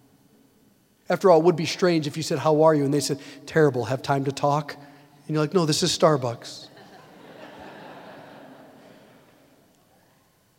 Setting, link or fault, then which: setting, large echoing room